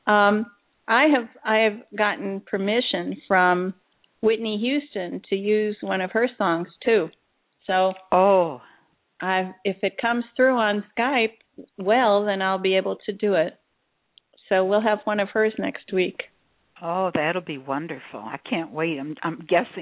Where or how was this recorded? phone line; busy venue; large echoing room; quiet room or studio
phone line